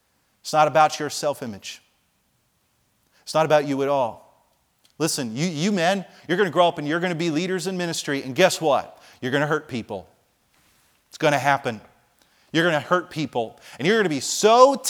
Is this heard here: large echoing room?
yes